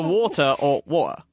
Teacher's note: It would be a shorter vowel sound if you're doing a like working class, like Cockney or whatever accent.